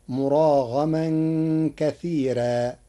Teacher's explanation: قرأ ورش كلمة كثيرا بترقيق الراء فتصير مراغما كثيرا لوجود الياء الساكنة قبلها.